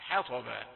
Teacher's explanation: لابد أن تدرك أنها حاء رقيقة وأن الباء رقيقة وأن الطاء في الوسط مئذنة كبيرة لم تؤثر فيما قبلها ولا ما بعدها، حطبا.